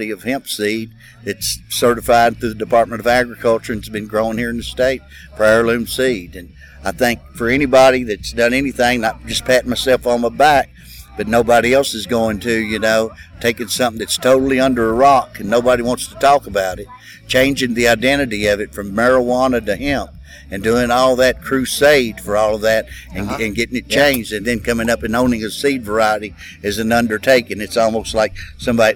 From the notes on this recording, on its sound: at the event at Hemp In The Holler in Livingston KY